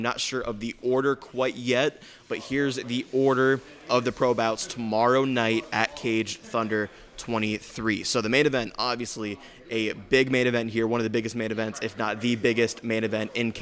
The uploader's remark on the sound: Forged in Ohio's first-ever live show took place at the Caged Thunder 23 pro weigh-ins! From the Chapparells Center in Akron, Ohio.